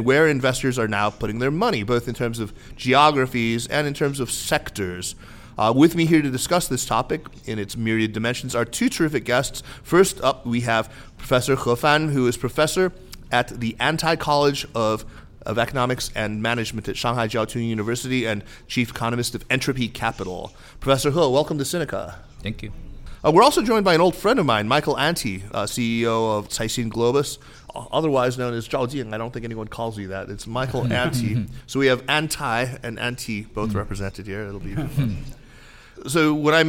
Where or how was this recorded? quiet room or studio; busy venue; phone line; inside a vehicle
busy venue